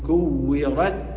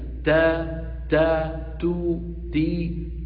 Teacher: فعلينا أن نجعل الهواء يتدفق قليلا بعد صوت التاء · Shown in: second take · لأنها كانت محبوسة، فلما نفرج عن الحرف المحبوس يتدفق الهواء. · Term: الهمس